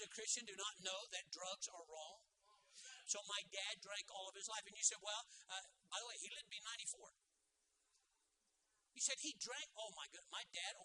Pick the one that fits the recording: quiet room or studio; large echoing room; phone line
large echoing room